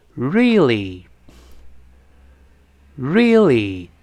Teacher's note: 这个 L 跟元音拼的时候，还是舌尖往前指，跟上牙膛沾一下